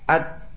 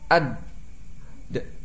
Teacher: Dan bedanya ta ini tekanan makhrajnya lebih lemah ketimbang da dengan to. Sehingga untuk ta, dia hanya memiliki aliran nafas saja untuk menghabiskan suara yang ada ya. · Shown in: first take · Ketika disukun at, sisa daripada nafasnya.